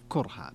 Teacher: وقرأ حمزة والكسائي وخلف كرها بضم الكاف